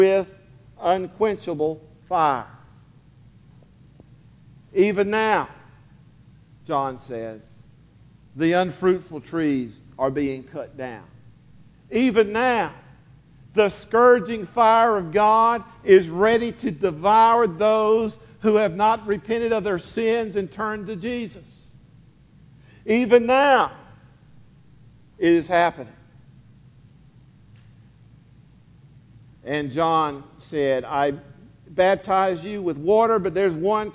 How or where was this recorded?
large echoing room